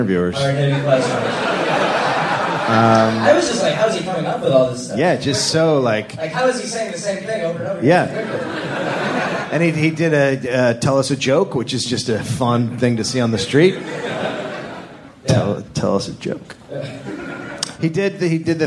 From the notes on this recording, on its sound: live at The Comedy Store in Sydney, Australia.